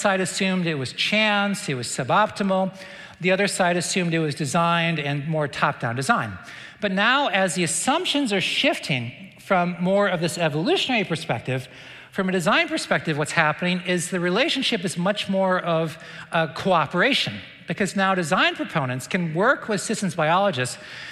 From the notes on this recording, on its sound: This talk was presented at the 2022 Dallas Conference on Science and Faith in January 2022.